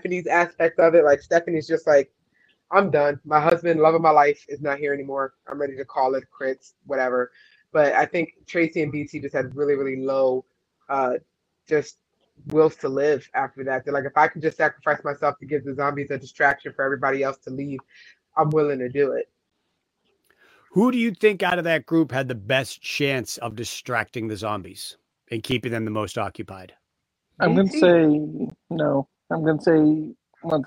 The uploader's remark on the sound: Recorded via FB Live on Dec 6, 2023.